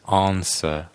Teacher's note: no R sound at the end of the words